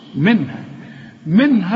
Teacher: النون ساكنة بعدها هي الهي من حروف الإظهار، ما تغنش